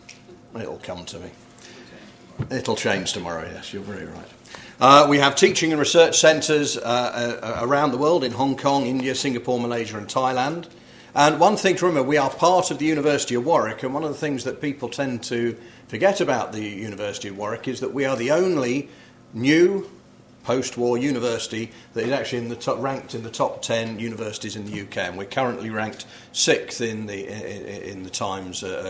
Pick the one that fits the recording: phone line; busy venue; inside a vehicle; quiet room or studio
busy venue